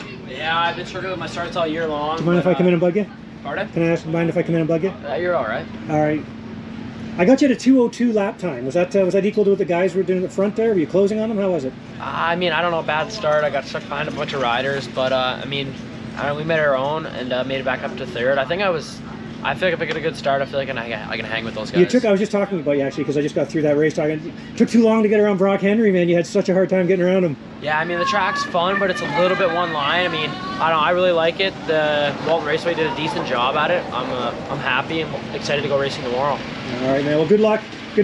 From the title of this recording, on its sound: 2023 TransCan Day 1 Walk And Talk Podcast